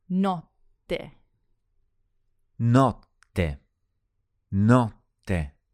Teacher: in notte, there are 2 T's. So we make them nice and long.